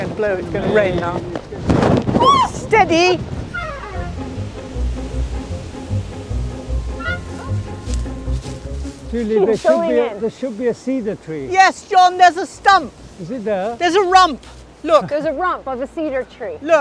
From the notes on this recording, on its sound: Venturing outside in a gale of wind. Then in the warmth of the library.